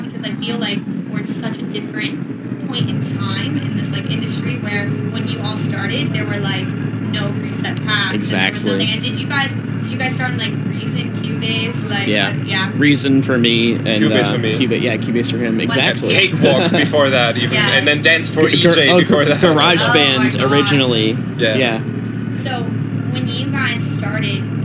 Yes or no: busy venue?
yes